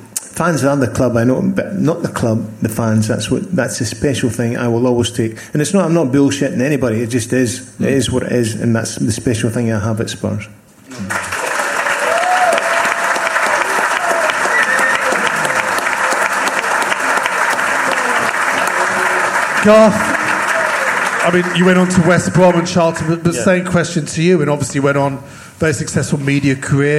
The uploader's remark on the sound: SpursShowLIVE. Live from the 100 Club on Londons Oxford St!